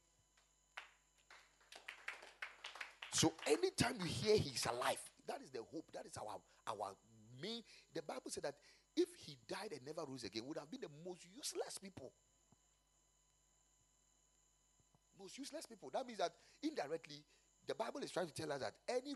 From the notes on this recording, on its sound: Preached at the Kingdom Sight Service